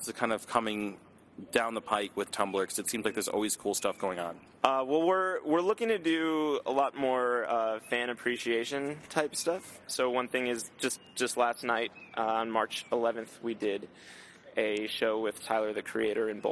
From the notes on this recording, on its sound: Recorded at the SoundCloud x Tumblr Creator Clubhouse community meet up event at SXSW 2013.